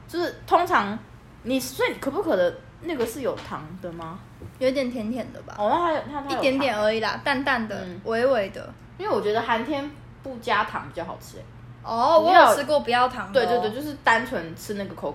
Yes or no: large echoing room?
no